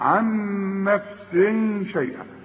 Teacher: ونون بعدها نون بيحصل إدغام في الاثنين، لأن النون الأولى بدون تشكيل والتانية متحركة.